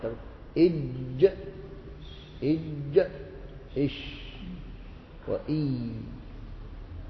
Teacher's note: فهذه حروف شجرية تخرج من وسط اللسان من شجر الفم